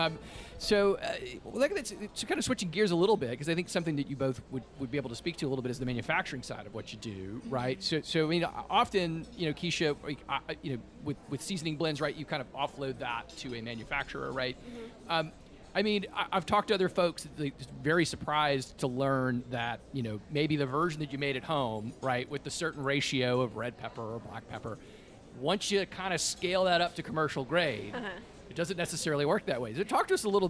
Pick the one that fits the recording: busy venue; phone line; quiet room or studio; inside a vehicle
busy venue